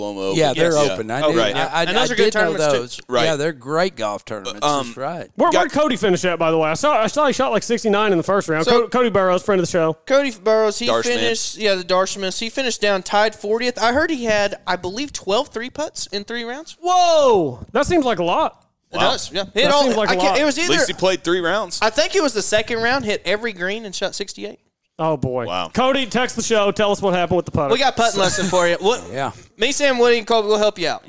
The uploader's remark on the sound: LIVE FROM ENDALZ SCRAMBLE!